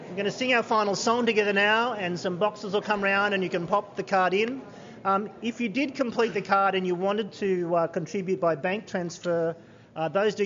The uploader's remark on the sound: Full Event Recording. The full evening recording of the event.